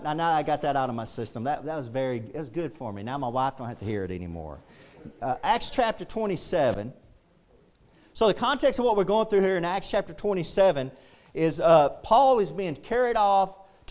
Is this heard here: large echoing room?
yes